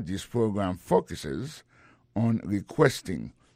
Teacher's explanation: dans mot focus là, accent tombé sur premier syllabe là